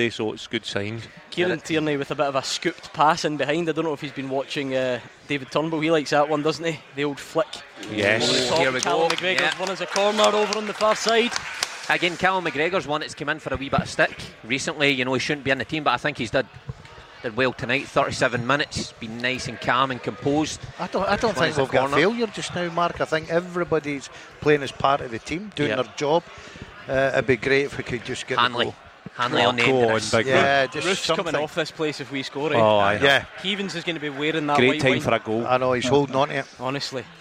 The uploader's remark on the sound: live from Scotland HQ at Drygate Brewery